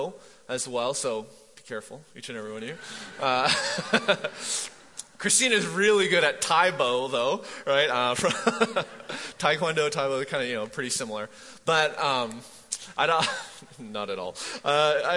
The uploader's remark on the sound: MJ campus. Recorded live at The Fellowship at Mt Juliet on February 24, 2019.